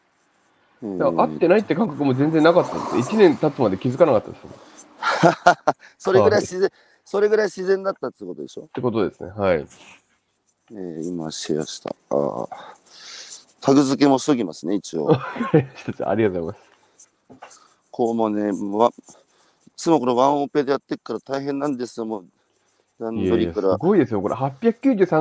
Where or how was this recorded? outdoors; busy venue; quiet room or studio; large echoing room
outdoors